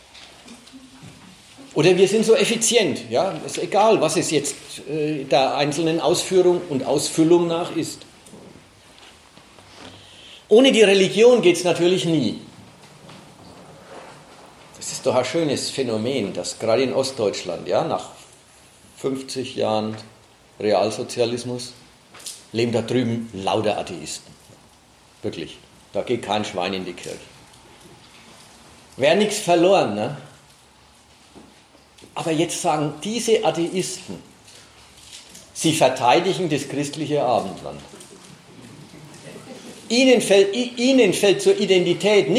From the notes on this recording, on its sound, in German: Mitschnitt eines Vortrages